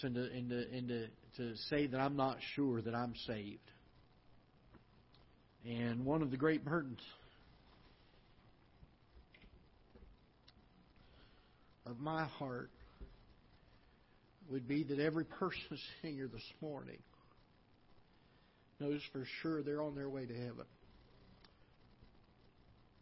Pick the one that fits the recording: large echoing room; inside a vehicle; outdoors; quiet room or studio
large echoing room